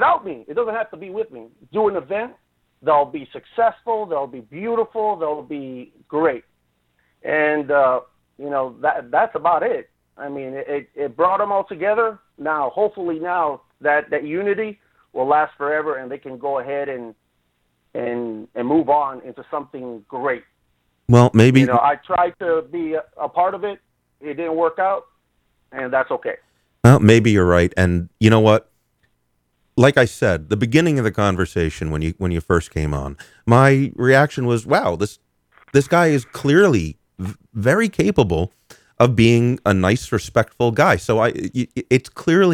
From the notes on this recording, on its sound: Utah vapers called